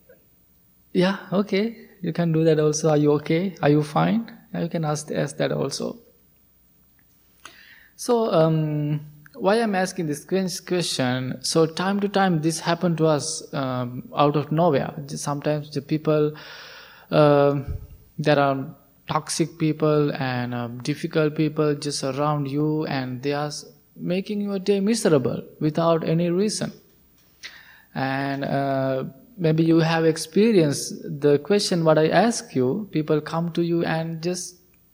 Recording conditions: large echoing room